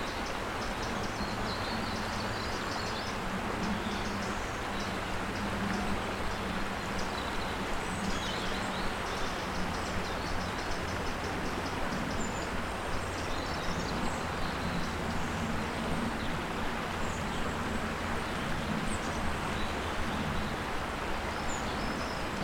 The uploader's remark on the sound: Relax to robins singing in autumn beside the swish and swirl of the River Usk. Enjoy the background swirl of the River Usk in the latest calming Sound Escape from BBC Countryfile Magazine.